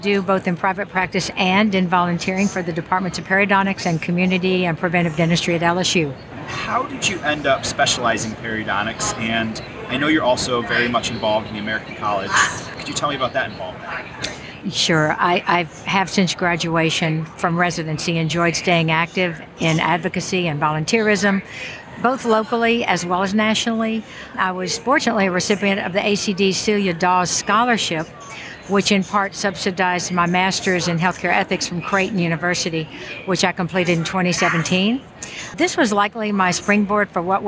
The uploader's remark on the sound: Live from SmileCon.